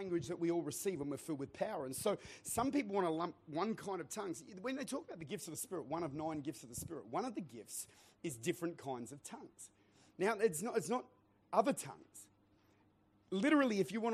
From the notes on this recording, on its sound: Recorded at Lifepoint Church, Adelaide.